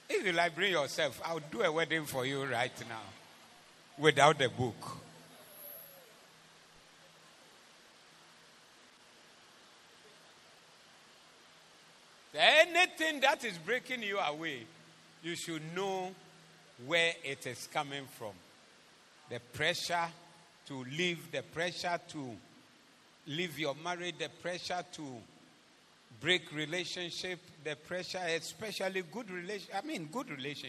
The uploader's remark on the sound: Preached at the Zeloo Service 16072023